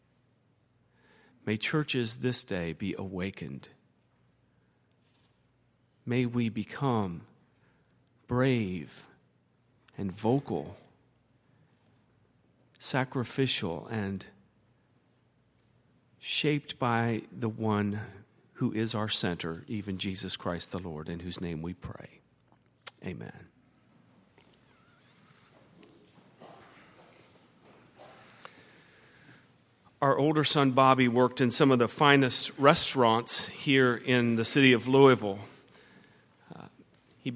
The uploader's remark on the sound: at Highland Baptist Church